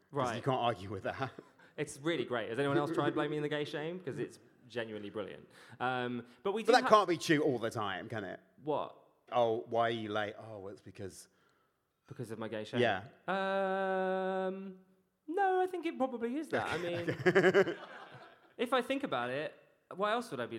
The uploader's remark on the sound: Live from the O2. At Just For Laughs Festival London.